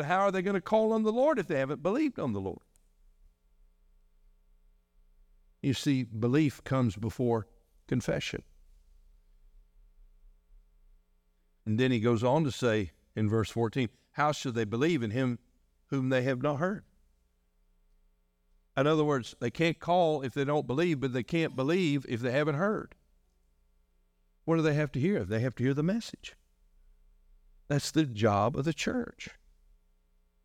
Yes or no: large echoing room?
yes